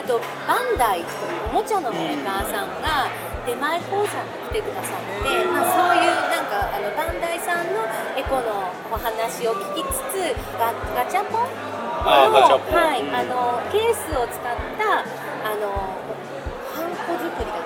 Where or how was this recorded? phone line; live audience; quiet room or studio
live audience